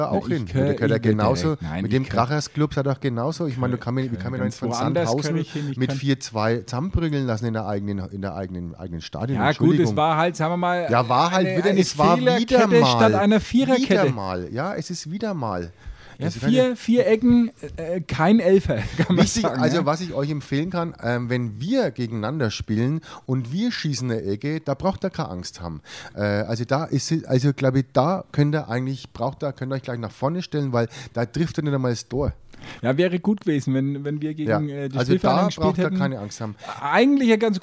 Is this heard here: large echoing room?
no